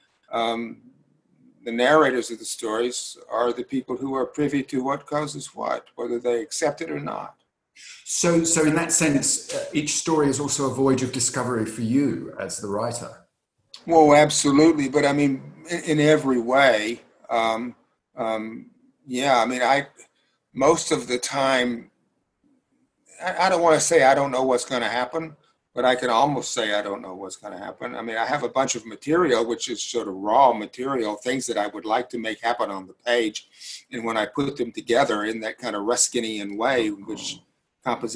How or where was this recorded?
video call